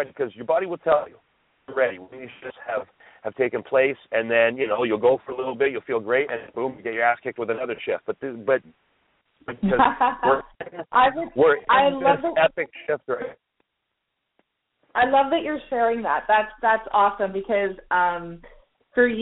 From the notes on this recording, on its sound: we are opening up the phone lines